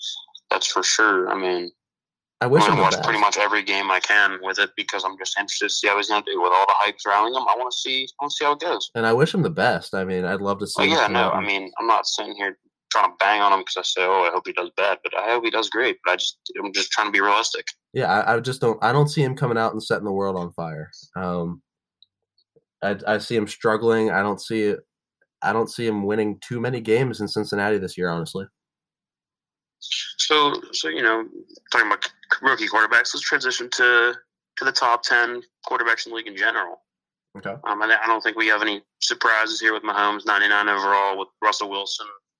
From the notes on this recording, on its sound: on the phone.